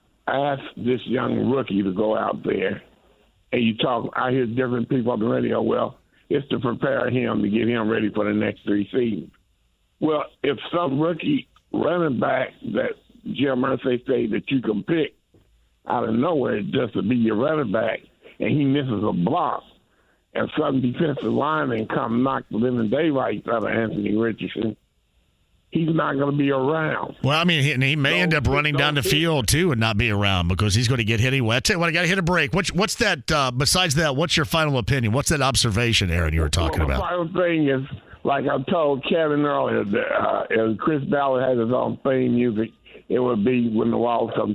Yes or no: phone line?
yes